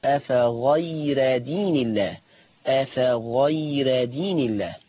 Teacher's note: عندي كلمة أفغير هرقق الراء لورش